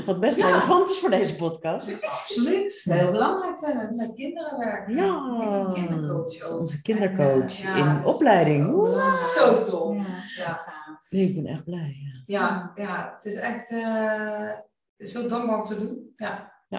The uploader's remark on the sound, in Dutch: De geluidskwaliteit van deze aflevering is iets minder dan je van ons gewend bent